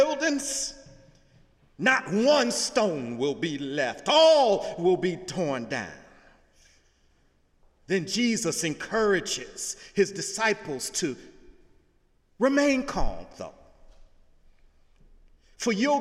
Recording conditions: large echoing room